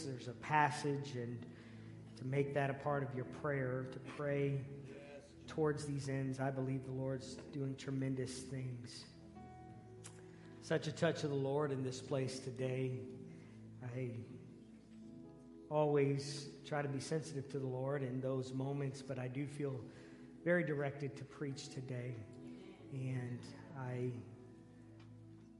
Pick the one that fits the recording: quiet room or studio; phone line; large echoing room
large echoing room